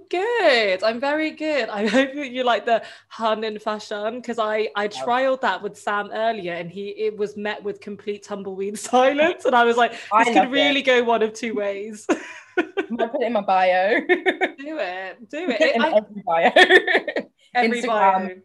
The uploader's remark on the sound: THIS EPISODE WAS RECORDED VIRTUALLY OVER ZOOM - AUDIO QUALITY IS AFFECTED (SORRY!).